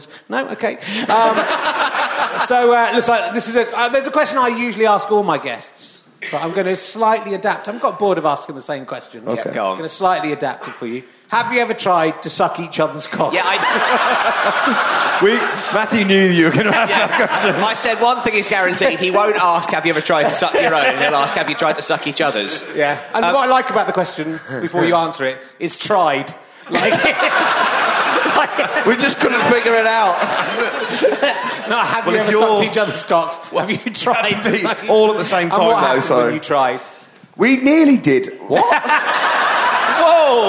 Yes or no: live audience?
yes